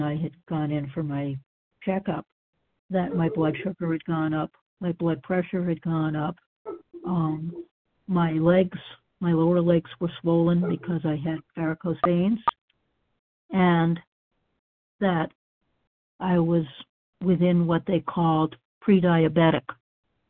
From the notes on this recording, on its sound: qualification from the 100 Pounders Phone Meeting